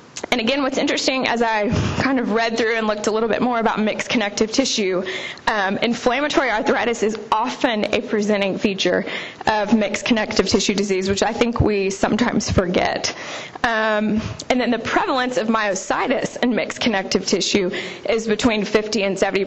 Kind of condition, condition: setting, live audience